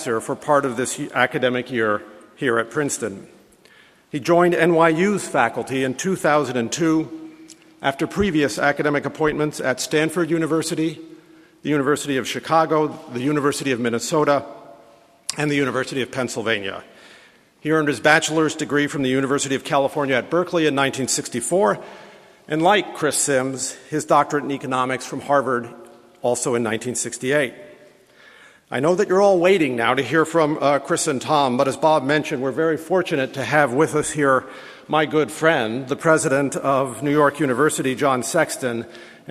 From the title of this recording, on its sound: Press conference